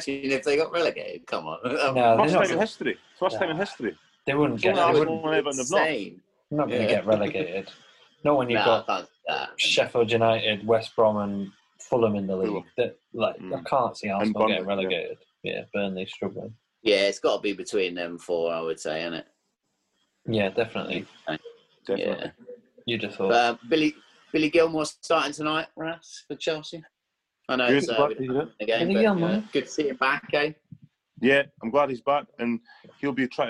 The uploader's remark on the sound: as they chat over zoom